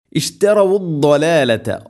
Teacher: ദാദ് ഉച്ചരിക്കുന്ന സമയത്ത് നാവിൻ്റെ ഏതെങ്കിലും ഒരു സൈഡ് അണപ്പല്ലുകളോട് നീളത്തിൽ തട്ടിക്കൊണ്ടായിരിക്കണം